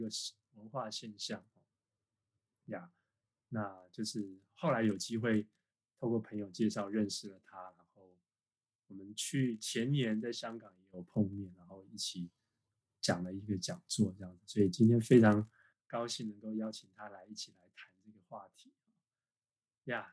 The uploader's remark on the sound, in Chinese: 錄音的品質不是很好，很抱歉，還在學習中。